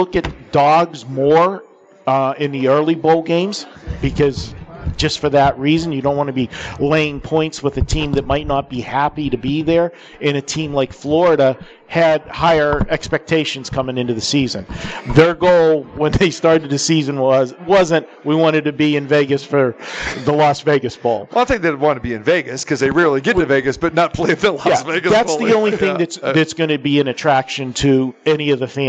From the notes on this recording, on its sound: Live From The Westgate